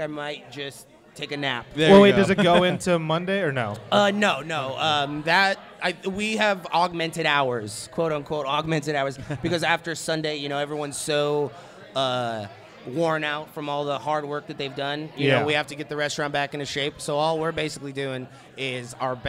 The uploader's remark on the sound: We were LIVE from the Wall Restaurant in Orange, California! We did a live show for the The Wall’s 2nd Anniversary!